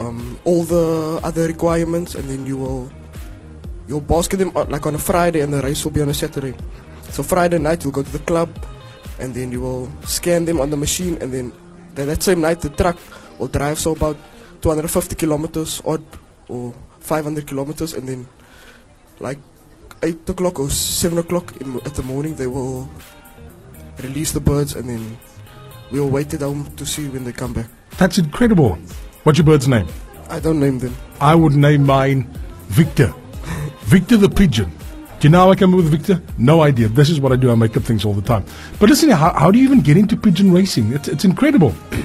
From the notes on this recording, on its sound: broadcast live from Labiance Primary School for Keep Cape Town Warm